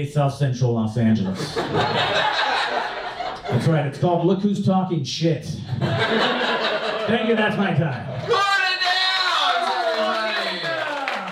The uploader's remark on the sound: Recorded live at Mic Drop Comedy Club in San Diego.